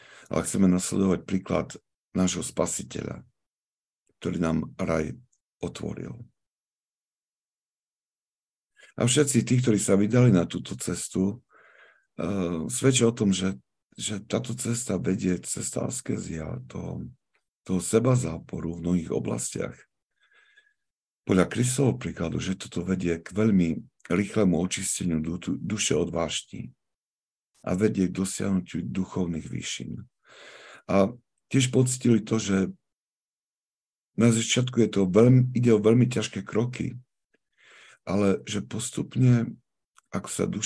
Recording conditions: video call